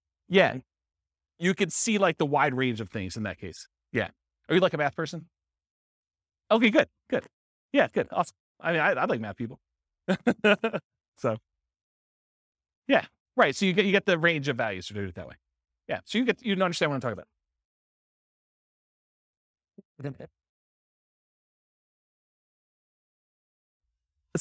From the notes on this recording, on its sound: This was a live class recorded